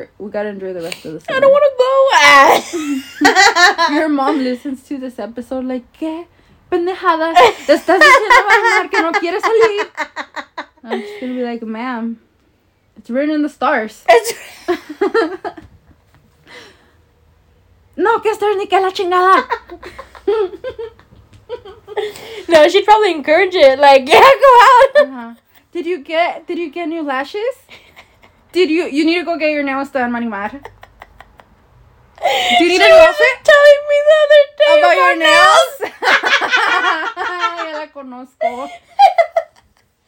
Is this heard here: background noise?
yes